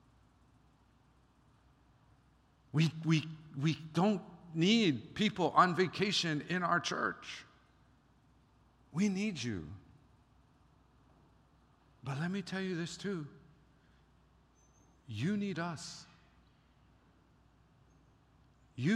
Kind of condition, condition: setting, large echoing room